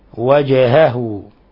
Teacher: لاحظوا كيف الجيم ساكنة تعطى قلقلة